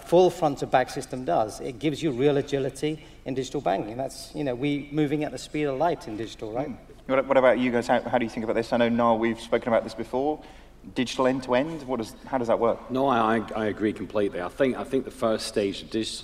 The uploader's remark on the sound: Live at TCF2018. Recorded live Temenos' TCF2018 event in Dublin.